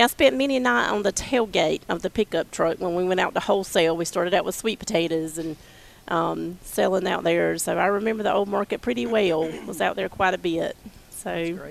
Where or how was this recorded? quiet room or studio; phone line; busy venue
busy venue